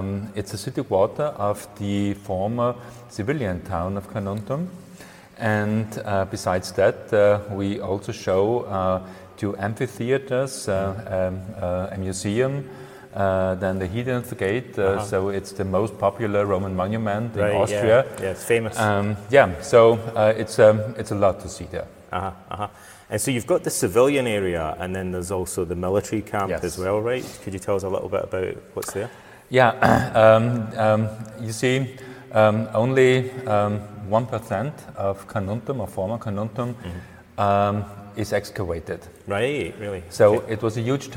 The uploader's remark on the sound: At the Museum Carnuntinum. I was visiting Austria for around a week. The audio was recorded live in the main hall of the reconstructed Roman villa in the archeological park, hence the acoustics.